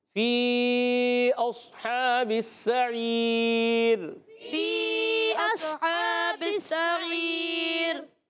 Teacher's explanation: ما کنا काफ को बारीक, कुन्ना कुन्ना काफ मोटा नहीं, मा कुन्ना मा कुन्ना, गुड जबरदस्त, फी अस्हाबिस सईर फी अस्हाबिस सईर, अच्छा सौद को मोटा रखना है, सईर में सीन को बारीक रखना है, आखिर में रा बारीक